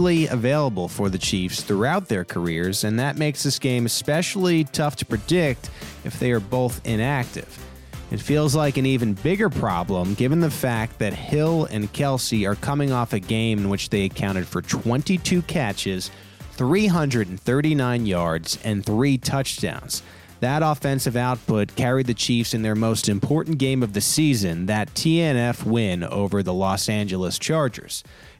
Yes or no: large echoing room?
no